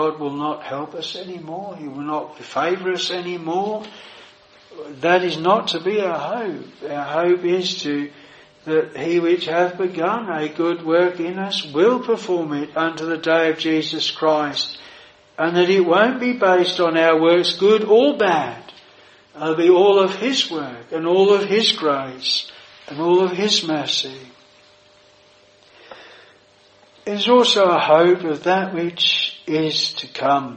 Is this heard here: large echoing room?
yes